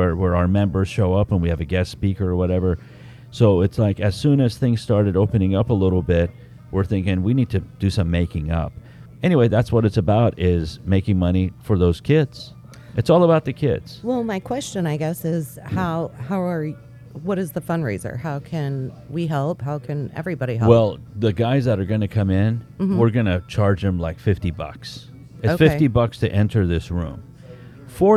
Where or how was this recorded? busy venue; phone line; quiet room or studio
busy venue